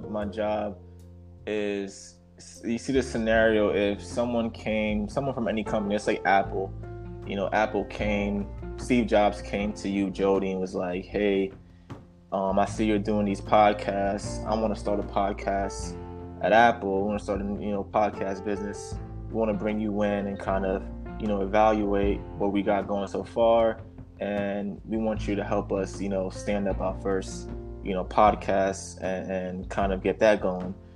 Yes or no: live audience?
no